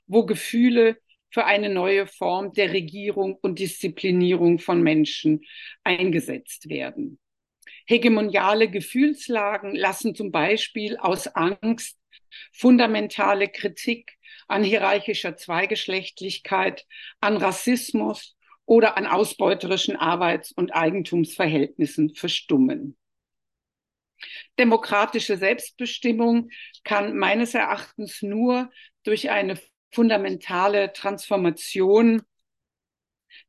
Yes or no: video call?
yes